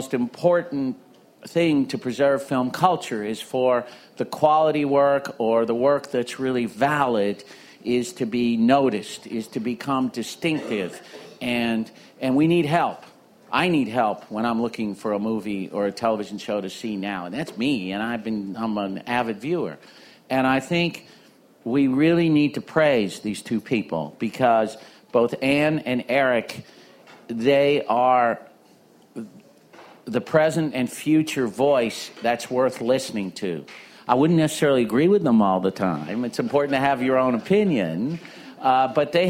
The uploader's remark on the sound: Live From Cannes 2017. With a live audience at the American Pavilion.